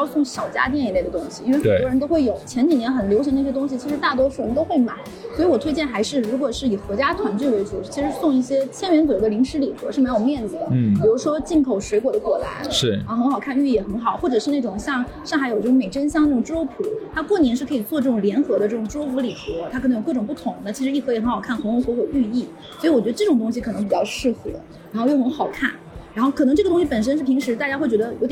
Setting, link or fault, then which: fault, background noise